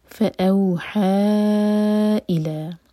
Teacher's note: حاء مد منفصل تو چار حرکہ لمبا